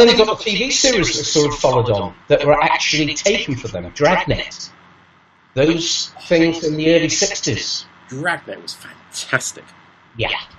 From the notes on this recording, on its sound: So, having sorted out all the things that were stopping us recording we have at it - only to discover we have new things to fix. If you can put up with the slight sound snaffoos.